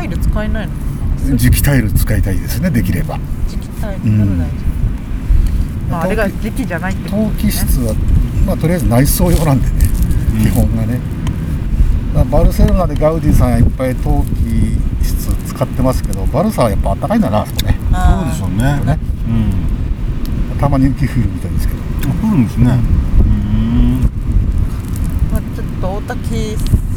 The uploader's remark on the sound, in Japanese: 2ヶ月ぶりにリアル収録。今回は3人で千葉県は大多喜町といすみ市にプチ旅行です。野外収録のため、雑音等、お聞き苦しい点がございます。